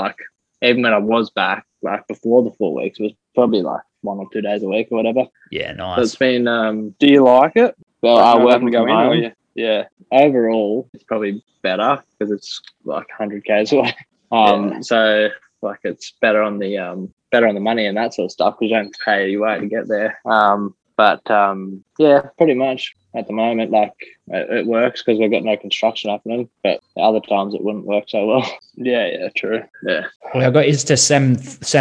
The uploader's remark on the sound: I jump on a zoom with my 2 brother